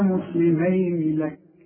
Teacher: انا لما قلت مسلمين لك ما مدتش، ما عنديش مد اطلاقا